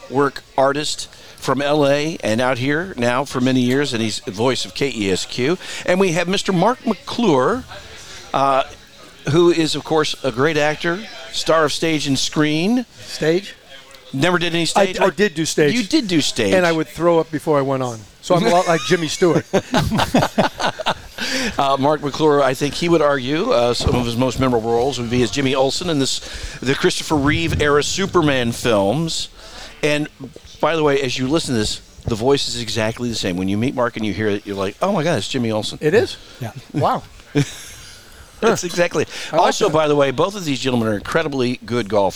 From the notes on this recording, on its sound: Another chapter from The Center of the Coachella Valley Universe - Skip Paige’s Little Bar in Palm Desert. Another chapter from The Center of the Coachella Valley Universe - Skip Paige’s Little Bar in Palm Desert.